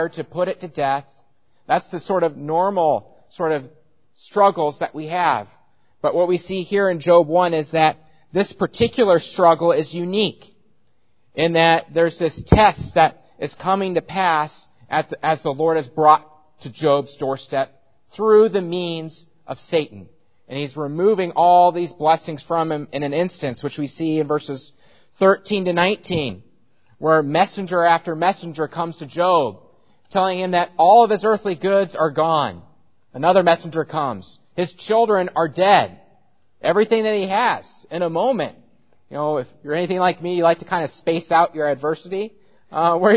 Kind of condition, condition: setting, large echoing room